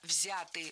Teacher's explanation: Не взяты, а взяты. Ударение в этом слове сохраняется на первом слоге.